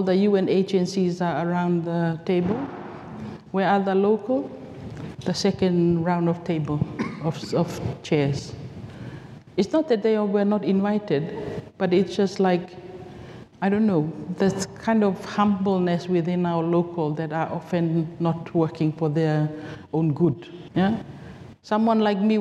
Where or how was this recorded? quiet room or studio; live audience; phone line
live audience